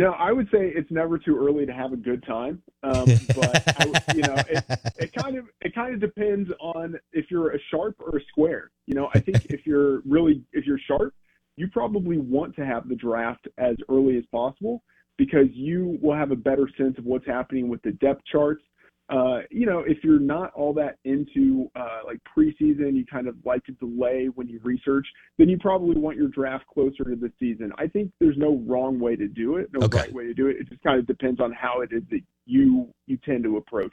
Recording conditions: phone line